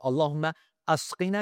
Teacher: this is hamzatul qata, where you pronounce the hamza